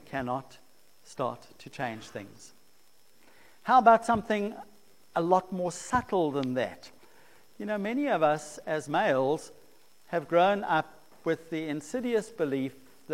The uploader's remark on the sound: preached at St Marks Methodist, Cape Town